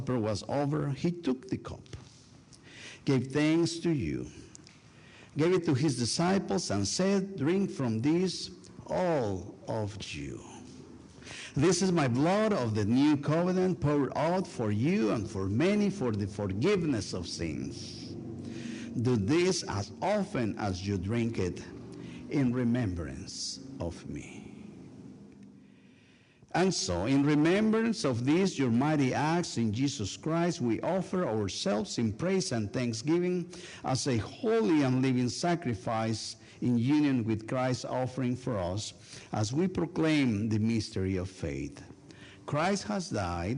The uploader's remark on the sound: A special recorded live service on December 3, 2023. Join First United Methodist Church of Pacoima for a special recorded live service. We are located at 12550 Van Nuys Blvd.